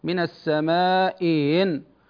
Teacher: ويسهل الثانية المكسورة بينها وبين الياء · Term: تسهيل